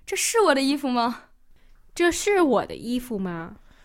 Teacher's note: She's kind of stressing 是